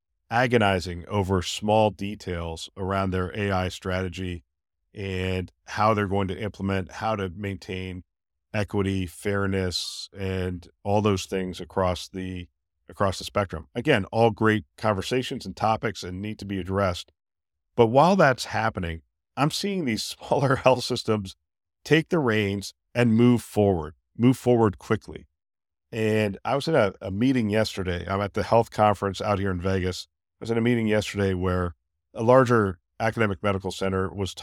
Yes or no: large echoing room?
no